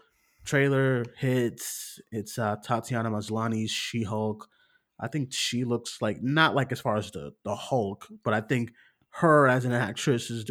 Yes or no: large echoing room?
no